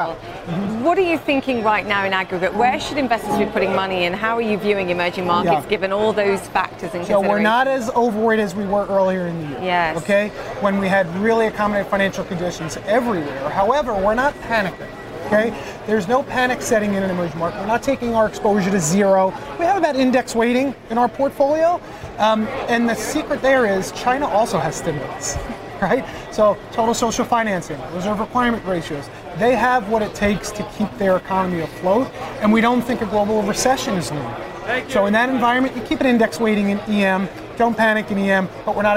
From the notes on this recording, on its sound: Live at the New York Stock Exchange.